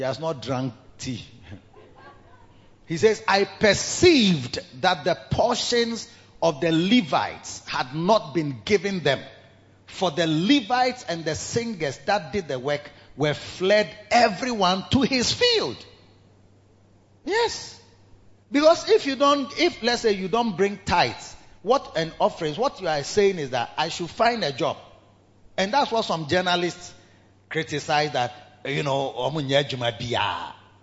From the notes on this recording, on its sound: Preached at bthe Victory Secrets Service 1 - The Makarios Cathedral, HQ.